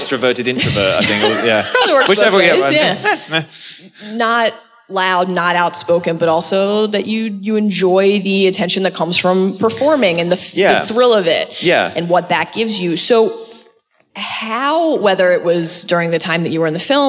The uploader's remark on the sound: Live From LeakyCon 2018